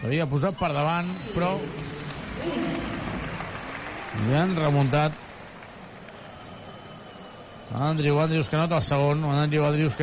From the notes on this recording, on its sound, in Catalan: Transmissió en directe del partit Joventut vs Surne Bilbao.